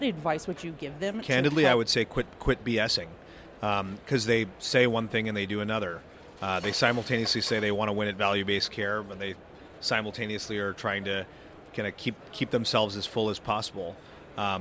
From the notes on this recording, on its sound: At this year’s HLTH conference in Las Vegas, Nevada